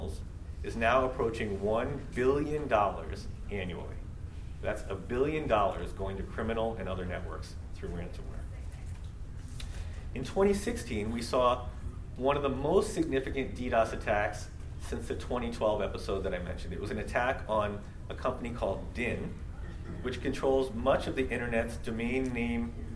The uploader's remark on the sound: LIVE at the Annual Meeting